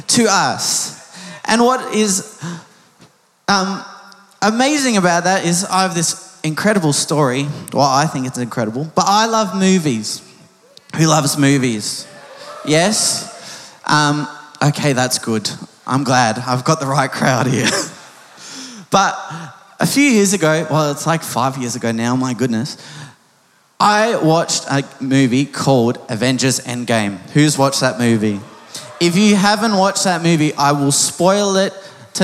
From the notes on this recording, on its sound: Recorded live at Planetshakers Church (Melbourne)